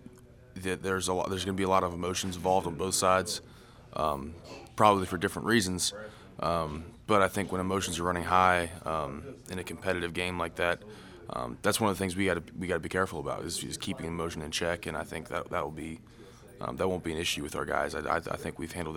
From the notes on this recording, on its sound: broadcast live from the Union Pub and Grill